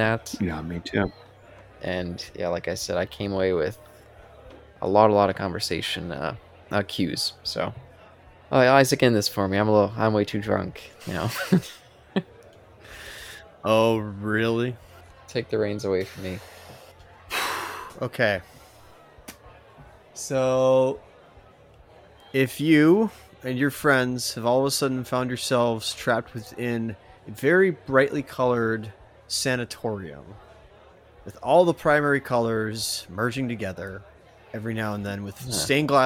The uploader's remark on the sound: This episode was recorded in front of a live bar side audience